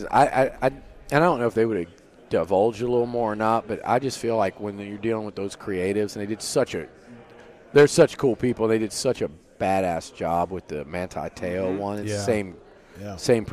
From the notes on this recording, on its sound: SEC Media Days 2023 Interview TexAgs. Joined us live from 2023 SEC Media Days in Nashville.